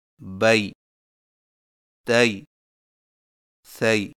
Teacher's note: याए लीन में होंठों को ऊपर की तरफ खोलने के फौरन बाद नीचे की तरफ झुकाकर नरमी से बगैर खींचे पढ़ें, मसलन बई, तई, सई।